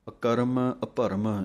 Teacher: ਅਕਰਮ, ਅਭਰਮ, ਇਹ ਜਲਦੀ ਨਾਲ ਪੜ੍ਹਨੇ ਹਨ, ਕਿਉਂਕਿ ਕੱਕੇ ਦੇ ਪੈਰ ਦੇ ਵਿੱਚ ਰਾਰਾ ਹੈ। ਰਾਰਾ ਪੂਰਾ ਨਾ ਬੋਲਣਾ ਜਾਵੇ, ਧਿਆਨ ਰੱਖਣਾ ਹੈ। ਇਸ ਕਰਕੇ ਅੱਧੇ ਰਾਰਿਆਂ ਦੀ ਆਵਾਜ਼ ਹੀ ਬੋਲਣੀ ਹੈ।